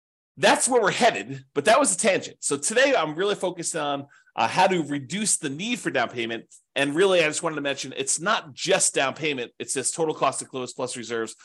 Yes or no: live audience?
no